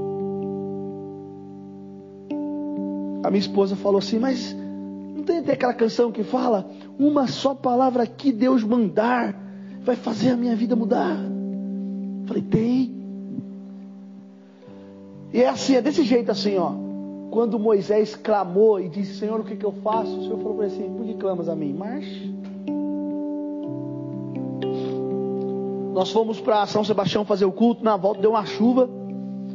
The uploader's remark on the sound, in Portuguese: Mensagem gravada em 08/11/2022 - Culto de Causas Impossíveis